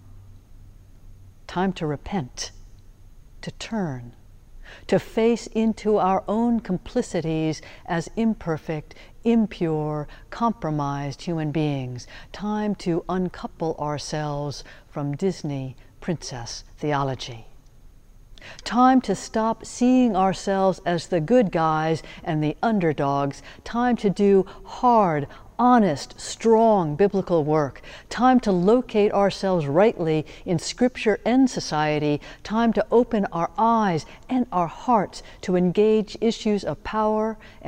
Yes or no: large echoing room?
yes